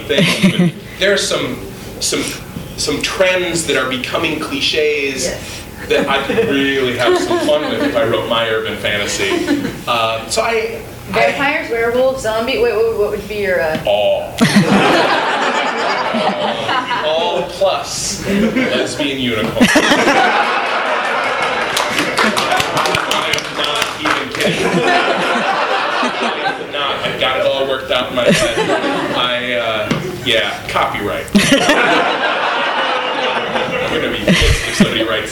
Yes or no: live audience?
yes